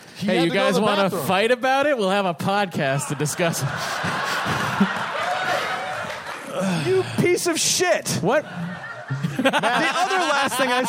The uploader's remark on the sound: Live at SF Sketchfest 2014.